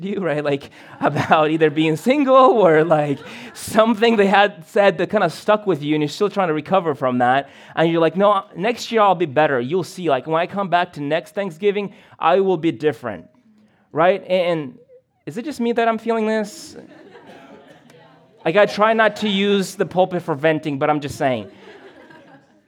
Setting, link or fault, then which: setting, large echoing room